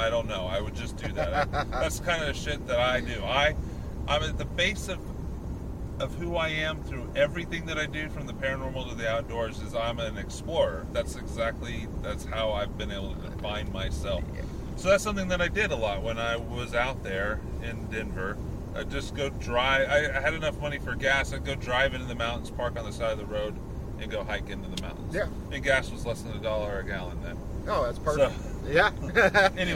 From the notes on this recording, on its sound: On this episode we take Ectoplasm Show on the road! While driving to a wedding.